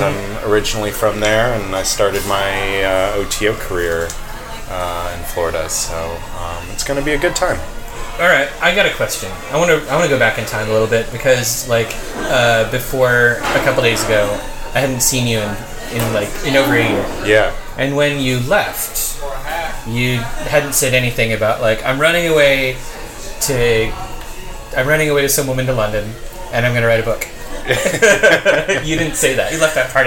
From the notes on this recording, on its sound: We recorded this episode at Hopworks Urban Brewery. We recorded this episode at Hopworks Urban Brewery and tried a number of their beers.